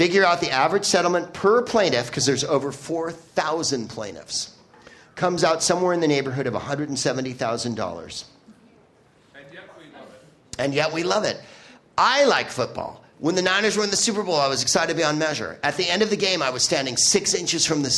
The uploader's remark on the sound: Live from Chicago's Up Comedy Club